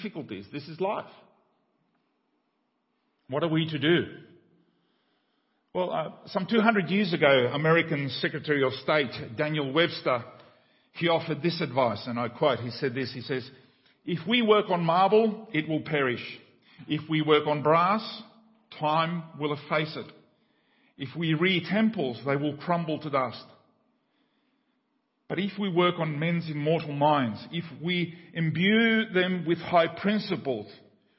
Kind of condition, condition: setting, large echoing room